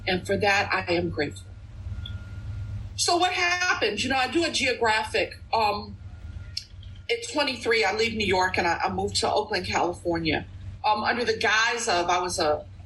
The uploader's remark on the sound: at the Bronx Big Book zoom meeting